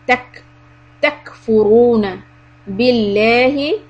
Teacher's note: The kaf has a sukun, so let the air continue.